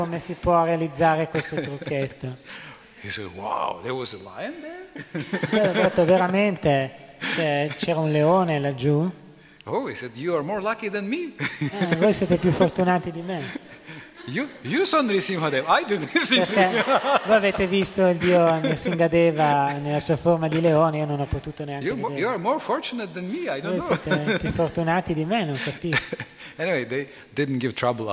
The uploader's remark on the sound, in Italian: in diretta dal Tempio di Villa Vrindavana